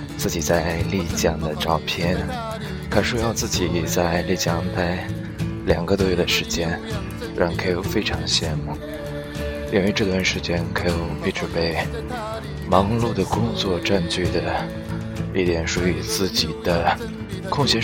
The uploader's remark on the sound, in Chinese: 边走边录。